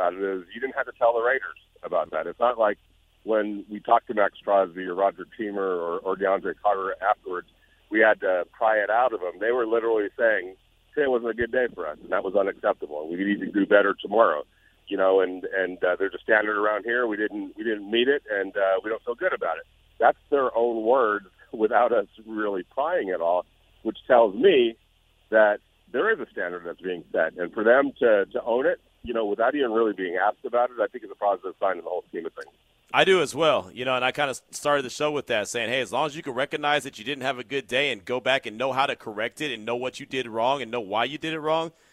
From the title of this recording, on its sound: LIVE AT RAIDERS-RAMS PRACTICE